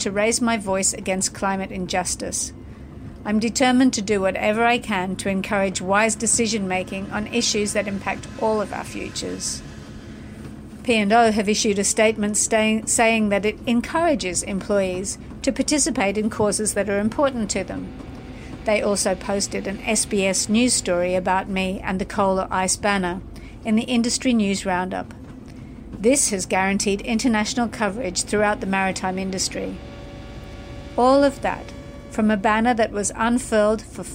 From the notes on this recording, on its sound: Recorded her story of climate activism aboard the very vessel her story takes place, The Aurora Australis.